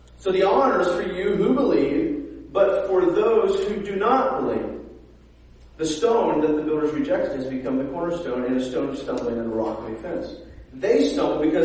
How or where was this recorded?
large echoing room